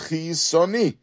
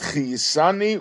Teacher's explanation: the way we should pronounce chiyisoni is with a kamatz, with the vowel kamatz, and not chiyisani with the vowel patach · Shown in: first take